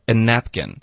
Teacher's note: 用一个 n 的这个冠词跟 apkin 连读的时候说 anapkin，很多人就听成 a。napkin